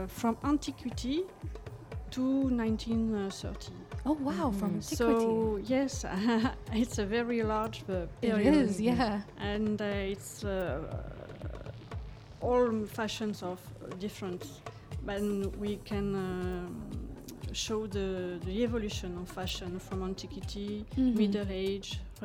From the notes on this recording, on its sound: Live from SHD 2023